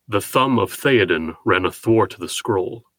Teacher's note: the soft th sound is alliterated on three out of the four accents, and not on the last accent. The th sound is present in both hemistichs, that is to say, on both sides of the central pause.